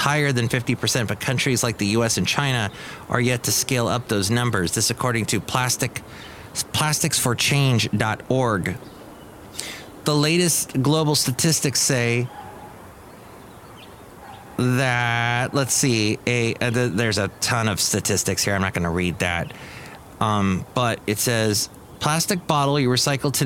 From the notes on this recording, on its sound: podcasts live from Cafe Anyway